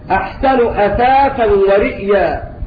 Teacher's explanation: كلمة رئيا في قوله تعالى أحسن أثاثا ورئيا قرأها أبو عمرو بتحقيق الهمز